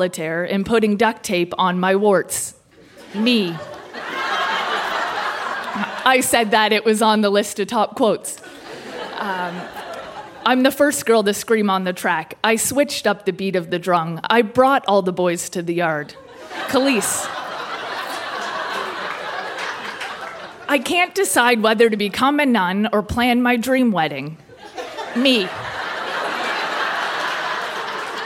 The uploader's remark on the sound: Recorded live at The Gladstone Theatre in Ottawa.